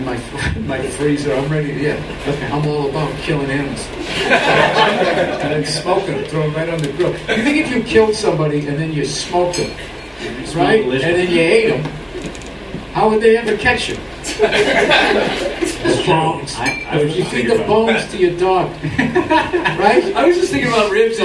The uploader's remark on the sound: Recorded Friday July 31st, 2015 At The Comedy Store. All Things Comedy Live Podcast. At The Comedy Store Los Angeles, CA.